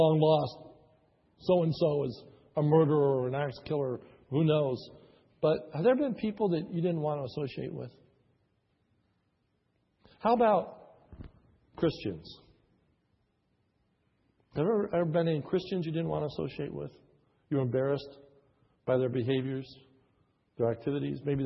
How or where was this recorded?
large echoing room